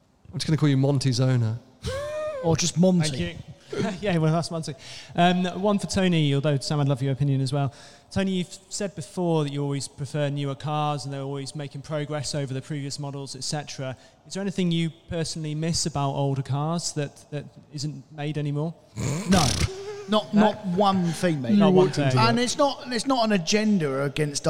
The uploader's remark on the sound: Audience Q&A